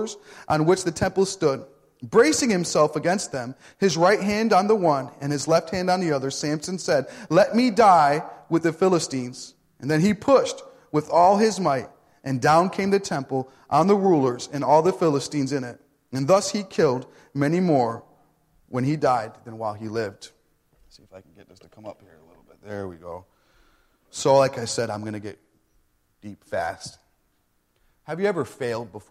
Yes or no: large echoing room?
yes